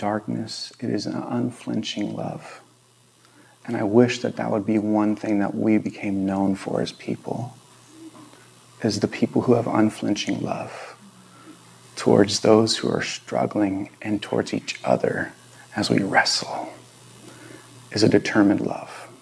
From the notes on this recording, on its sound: This Video was recorded on September 18, 2022 at Bethel Church in Ridgefield, Wa.